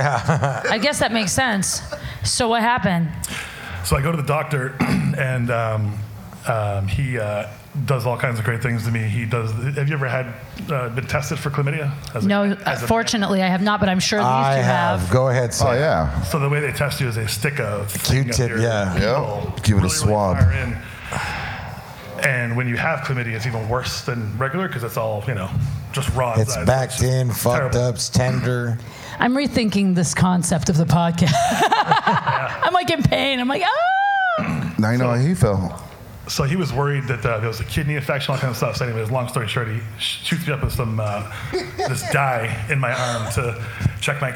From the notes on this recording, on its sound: LIVE at Saint Rocke